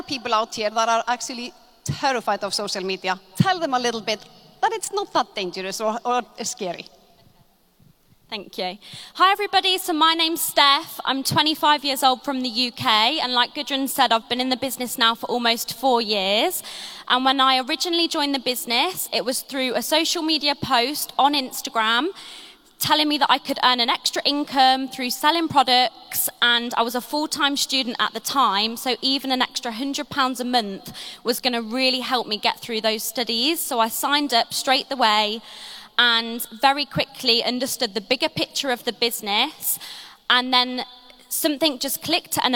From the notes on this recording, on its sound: This video is from the Maze panel at Success Summit 2019